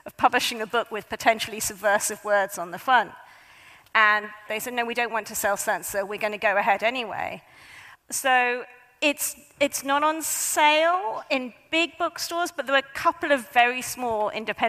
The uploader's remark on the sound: A highlight of the 2023 Auckland Writers Festival.